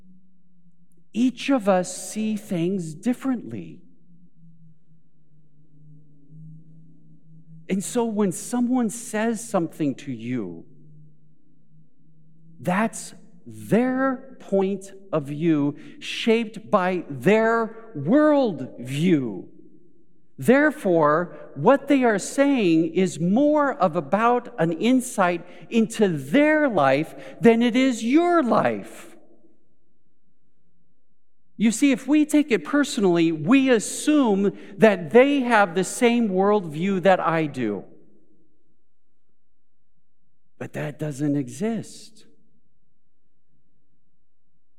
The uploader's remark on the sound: Recorded live at Beatitudes Church in Phoenix, AZ